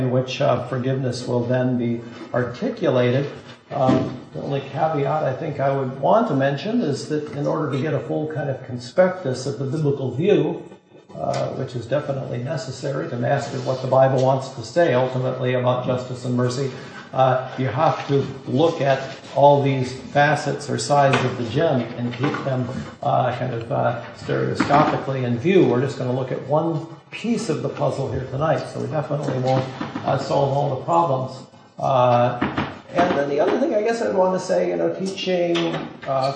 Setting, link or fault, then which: setting, large echoing room